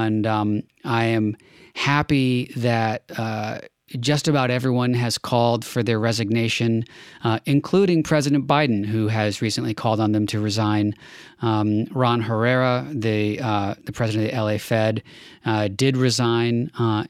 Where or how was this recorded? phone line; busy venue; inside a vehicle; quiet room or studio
quiet room or studio